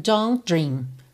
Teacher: Aqui você repara que nem ouve o T de don't, vai direto don't dream. Consoante oclusiva que pode aparecer mais, menos ou nada, não aparece nada, ok?